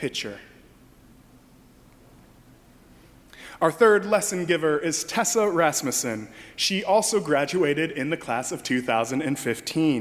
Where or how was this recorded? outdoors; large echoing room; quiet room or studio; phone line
large echoing room